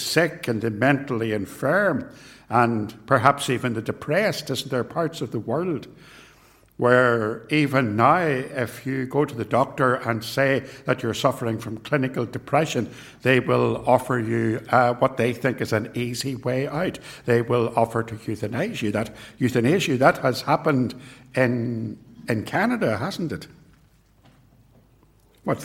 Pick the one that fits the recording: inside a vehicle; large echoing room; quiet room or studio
large echoing room